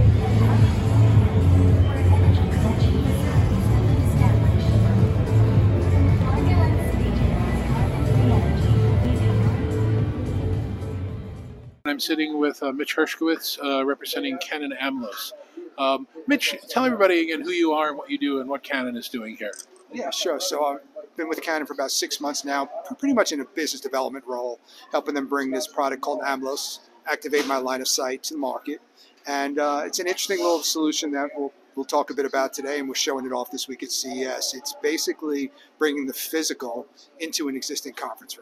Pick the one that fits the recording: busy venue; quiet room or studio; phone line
busy venue